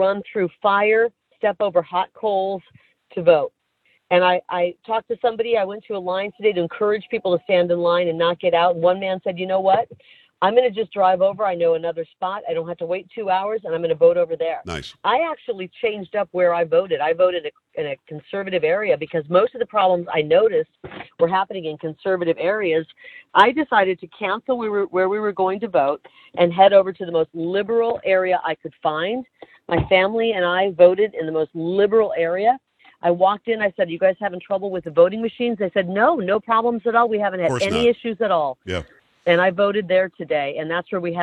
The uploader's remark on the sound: LIVE Call